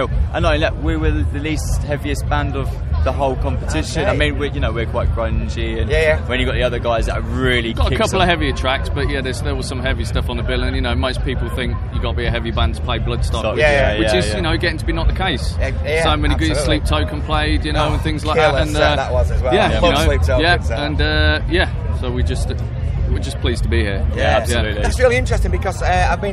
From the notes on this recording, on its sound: at Bloodstock Festival 2022 ahead of their set on the New Blood Stage